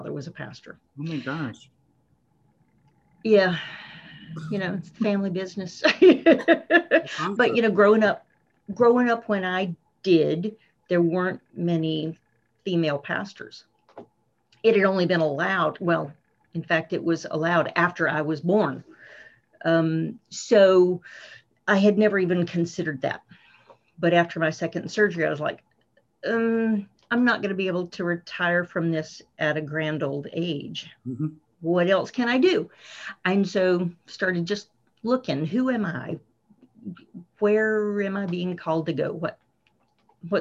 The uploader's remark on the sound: we were able to catch up with one another over Zoom